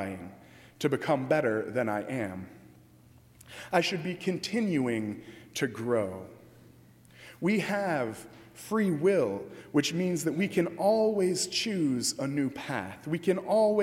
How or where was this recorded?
large echoing room